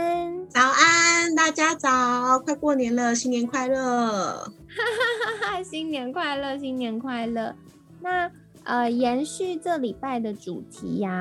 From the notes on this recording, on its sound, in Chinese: 本集節目採遠端錄音，因此音質上可能會有點雜訊。